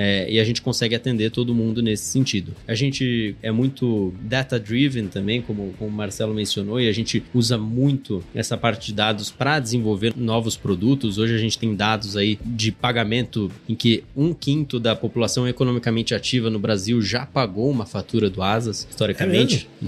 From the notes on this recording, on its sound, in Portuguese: gravado durante a Gramado Summit